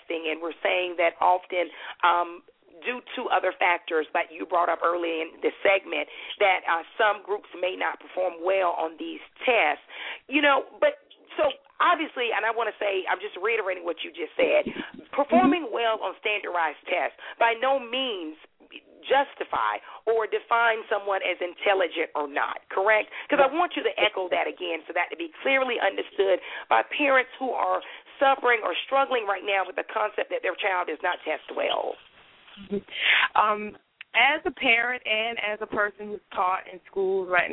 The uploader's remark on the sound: will be taking live callers throughout the show